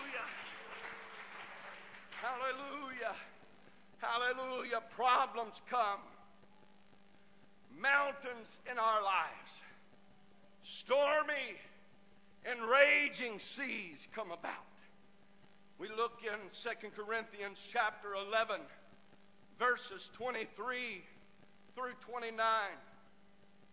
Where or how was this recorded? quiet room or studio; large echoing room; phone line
large echoing room